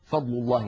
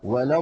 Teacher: فالاستطالة كما ذكرنا هي اندفاع اللسان إلى الأمام بعد اصطدامه بمخرج الضاد حتى يلامس رأس اللسان أصول الثنيتين العليين، وذلك تحت تأثير الهواء المضغوط خلف اللسان.